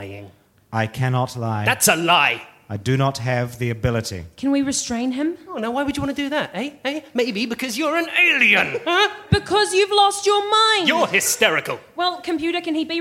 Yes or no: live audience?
yes